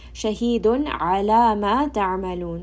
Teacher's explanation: So ayn in ala is going to be from the throat. Ta'amaloon, ayn again from the throat.